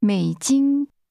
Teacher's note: American dollars is pronounced with a falling, rising tone, followed by a high level tone.